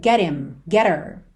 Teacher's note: Já apareceu outras vezes aqui na série, então se você segue há um tempo, você já sabe disso, mas quando a gente tem ali uma palavra terminada em T e logo depois him, her, pelo H tem um som fraquinho, esse h, muitas vezes ele acaba sendo suprimido e a gente liga no T